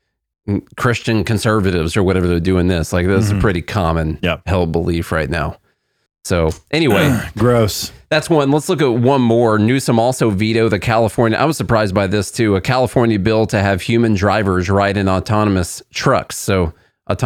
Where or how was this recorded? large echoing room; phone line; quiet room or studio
quiet room or studio